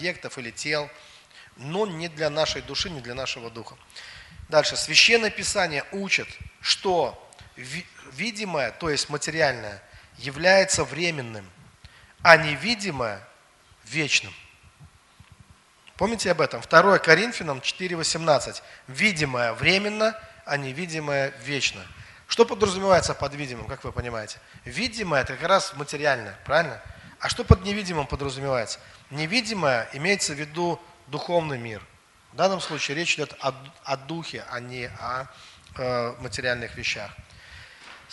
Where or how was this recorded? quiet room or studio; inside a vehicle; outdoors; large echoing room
large echoing room